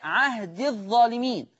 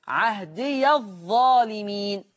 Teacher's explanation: قرأ حفص بسكون الياء مع حذفها وصلا فتصير عهد الظالمين، ولكن حال الوقف يقرأ عهدي فتصير مد طبيعي ثابت وقفا فقط عهدي، لكن لما يوصل حفص هتحذف الياء عهد الظالمين.